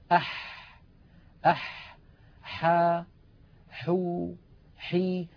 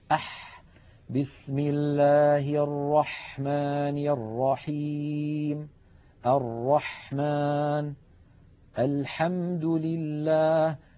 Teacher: الحاء أيضا يا إخوة من وسط الحلق: أح أح حا حو حي. لاحظوا البحة الموجودة في الحاء الفصيحة: أح بسم الله الرحمن الرحيم الرحمن الحمد لله هكذا صوت الحاء الفصيحة بعيدة عن أي حرف آخر.